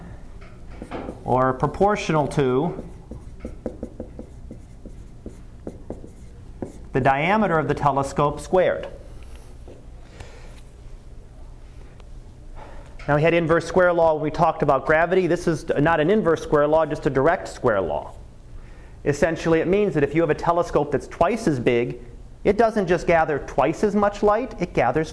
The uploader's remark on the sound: Live Class Lecture